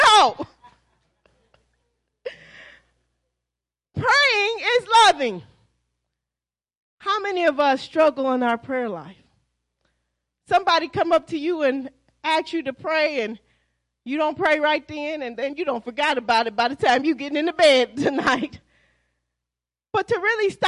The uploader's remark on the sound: Praise and Worship Service